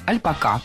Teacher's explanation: слово «альпака» с ударением на последнем слоге